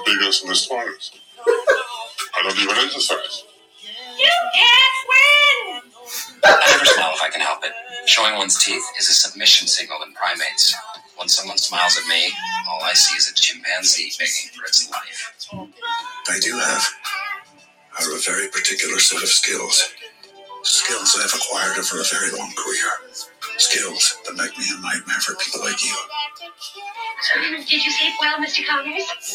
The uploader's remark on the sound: Many gremlins in the recording